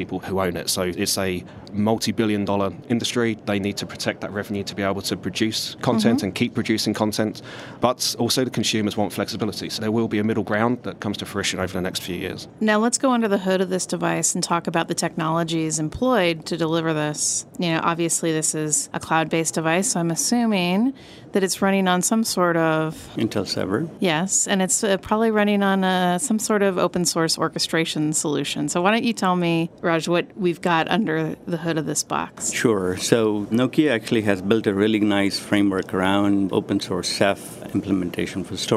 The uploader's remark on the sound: livecast from the National Association of Broadcasters conference in Las Vegas